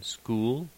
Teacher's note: The close back rounded vowel, lowercase u